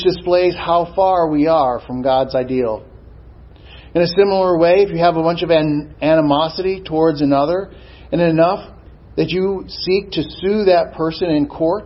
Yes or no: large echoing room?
yes